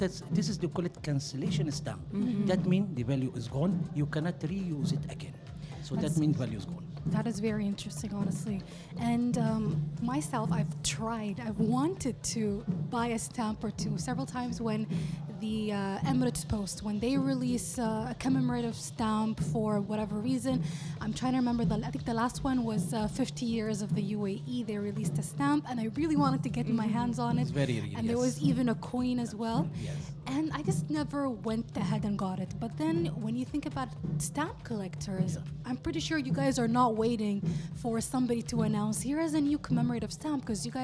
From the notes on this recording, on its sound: Live from SHD 2023